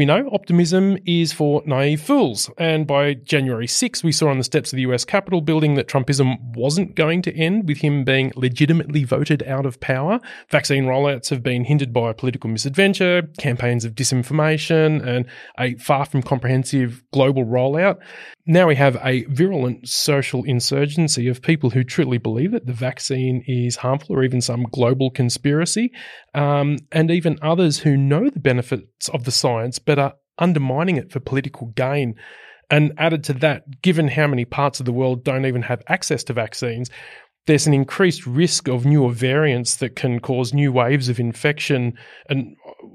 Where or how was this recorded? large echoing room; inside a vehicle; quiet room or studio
quiet room or studio